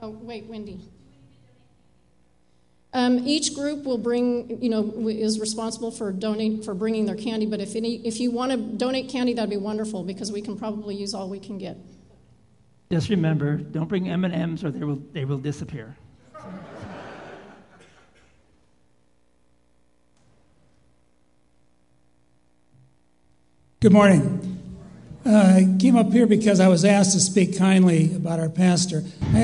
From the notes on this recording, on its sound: Live Worship Service.